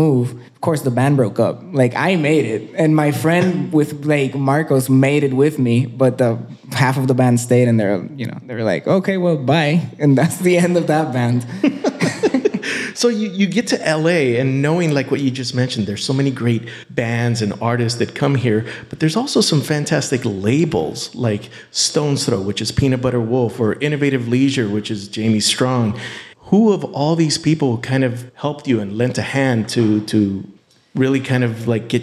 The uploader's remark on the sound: Recorded in front of a live audience at the beautiful Gibson Showroom in Hollywood.